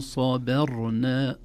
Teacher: لولا أن صبرنا، لا نقول صبرنا، الباء أيضا عرضة لأن تفخم، لأن واقع بين مفخمين، بين صاد قبلها وراء ساكنة بعدها